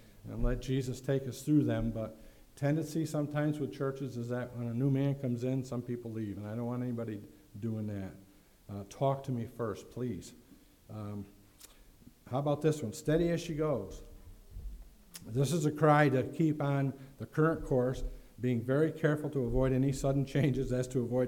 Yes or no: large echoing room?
yes